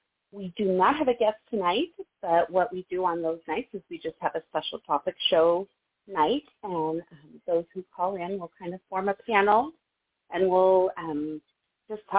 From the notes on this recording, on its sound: Those who call in will form a panel